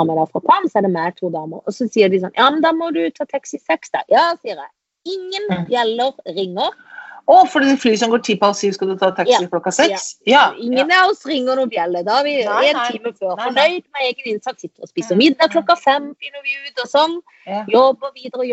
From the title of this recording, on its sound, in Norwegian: Tilbake på Skype